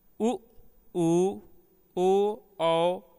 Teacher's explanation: ओष्ठों को थोड़ा आगे निकालकर जब गोलाकार कर लेते हैं तो वह वर्तुल होता है। उ उ ओ औ के उच्चारण में वर्तुल स्थिति सहायक होती है।